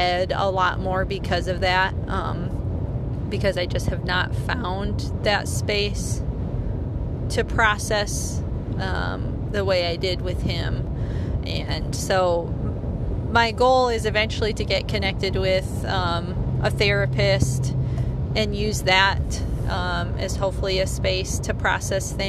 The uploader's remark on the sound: Forgive the less than stellar audio quality - this was recorded in my car with no editing, so it is what it is!